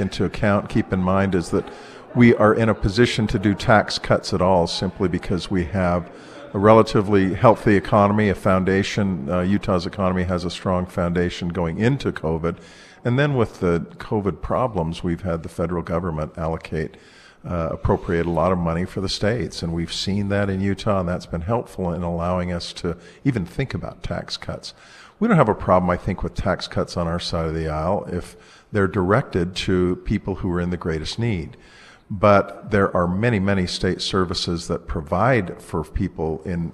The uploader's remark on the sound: We broadcast live from the state capitol in Salt Lake City